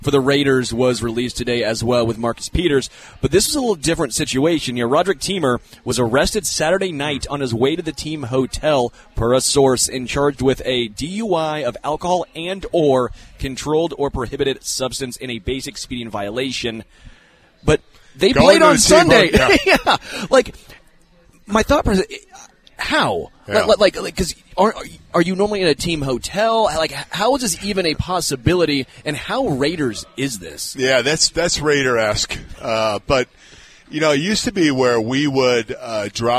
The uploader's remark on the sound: LIVE from Hollywood Casino!